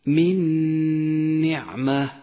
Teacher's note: والآن مع إدغام النون الساكنة أو التنوين بحرف النون، أمثلة ذلك من نعمة، دخلت أو أدغمت النون الساكنة بالنون التي بعدها وشددت النون الثانية واستغرق زمن الغنة حركتين وصار نطقها الصحيح هكذا من نعمة. · Term: إدغام بغنة